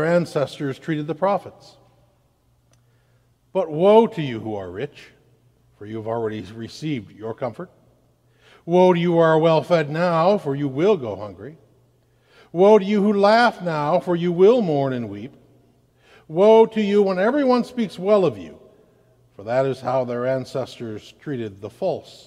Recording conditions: large echoing room